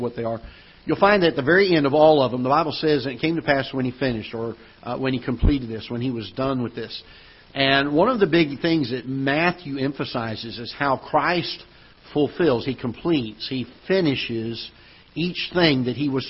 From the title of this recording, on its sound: Ketha Heights Baptist Church ~ Live Broadcast